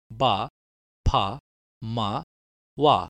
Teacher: Bilabial, bilips diye de isim verebilirsiniz bu gruba. İki dudağın birleşmesiyle oluşur bu sesler.